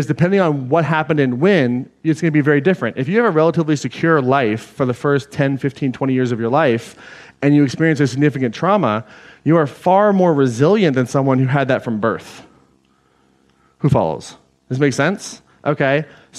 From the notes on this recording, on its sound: Today’s episode is an excerpt taken from Claim Your Power Live Atlanta 2019.